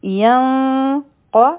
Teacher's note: نو دلته کې به مونږ د نون آواز پټوو دا به مونږ وایو ینق او لام او با به یو